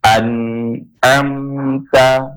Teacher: Jadi, setelah kita membaca huruf nun itu secara jelas, maka juga kita akan membaca huruf selanjutnya dengan jelas, gitu. Jadi an nunnya jelas, am ainya juga dia jelas. Jadi nggak ada yang disembunyikan dalam hukum izhar. Jadi an am ta gitu dia satu-satu.